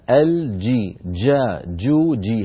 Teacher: الجيم الفصيحة محبوسة الصوت وليست جا جو جي. جا هذه الجيم رخوة، والجيم الفصيحة كما نعلم حرف شديد.